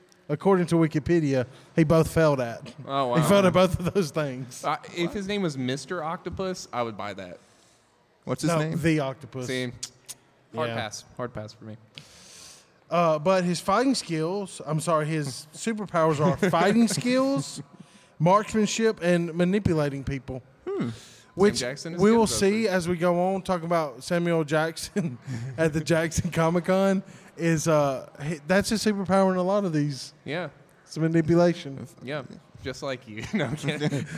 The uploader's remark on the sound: Join us for a thrilling live podcast recorded at the Mississippi Comic Con! Take audience suggestions to create exciting movie pitches on the spot.